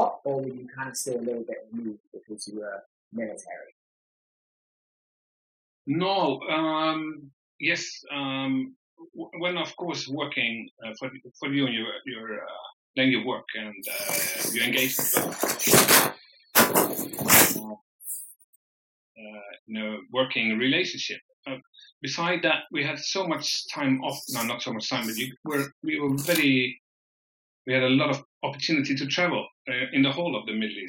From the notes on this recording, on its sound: I sincerely apologise for the poor audio quality of this episode. We're not really sure what happened.